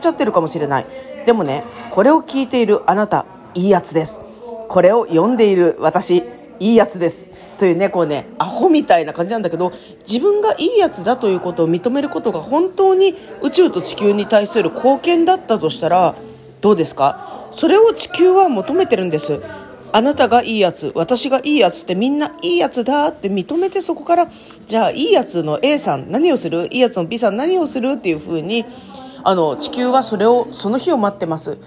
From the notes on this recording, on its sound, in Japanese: 那覇市の商店街で声のオラクルを収録してみました